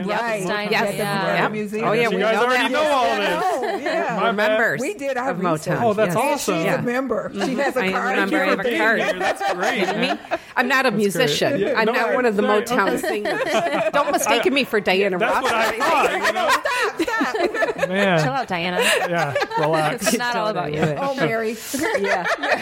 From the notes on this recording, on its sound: Live from the Motown Mansion Auction